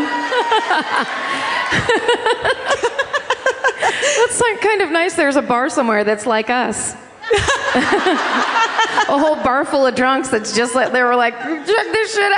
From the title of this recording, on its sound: Live at the Hard Rock in Orlando